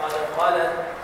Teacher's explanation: إيت بهمس التاء قد خلت